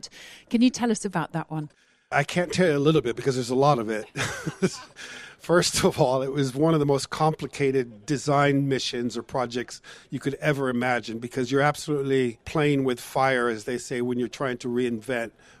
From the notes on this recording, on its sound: live from the Concours of Elegance